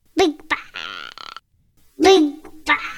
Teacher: she doesn't actually put the T on bit